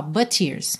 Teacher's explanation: o T de but, já liga no T de tears, você ouve um T só